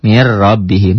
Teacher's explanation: Jadi sama idgham itu tulisan dan bacaan berbeda. Ditulisnya ada bunyi N-nya, bunyi tanwinnya. Dibacanya bunyi N-nya, tanwinnya tidak ada. · Term: idgham bila guna